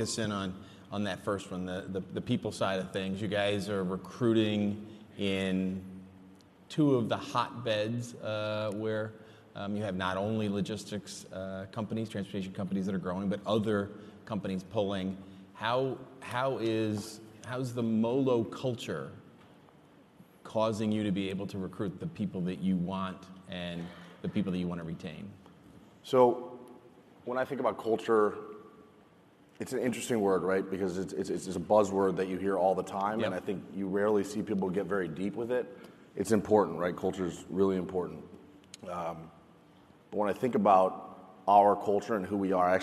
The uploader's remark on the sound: lively session from FreightWaves LIVE: Chicago